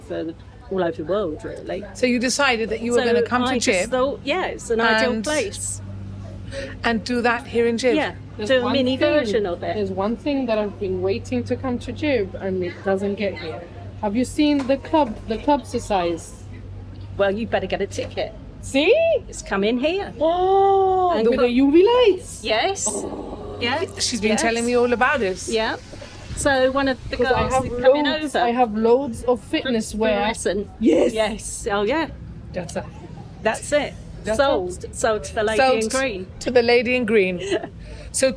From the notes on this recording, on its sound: With thanks to the Bastion Restaurant for letting us record.